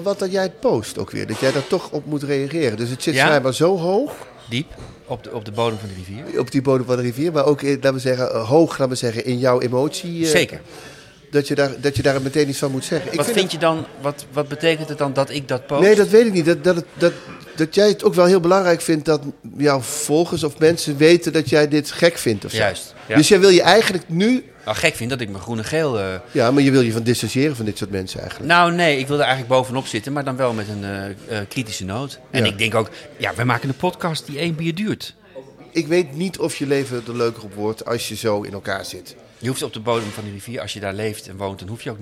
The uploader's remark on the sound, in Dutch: De podcast wordt live opgenomen in café Eik en Linde , te Amsterdam.